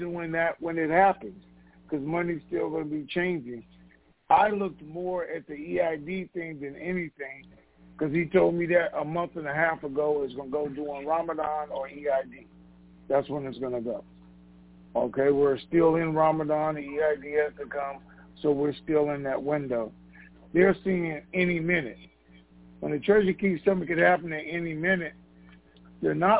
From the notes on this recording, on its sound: TNTSuperfantastic Conference Call.